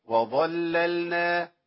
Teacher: ناخد اخر ايه بقى، وظللنا، ده الحفص، لكن ورش يغلط اللام الاولى، وظل اللام اللي هي المشدده وبعدين يجيب اللام الثانيه ايه المفتوحه المحركه الفتحه بعدها ورققه، وظللنا، ايوه كده، لكن حفص وظللنا ما عندوش تغليظ لللام خالص